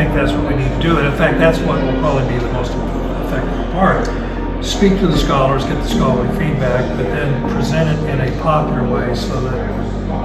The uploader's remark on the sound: at the ETS Conference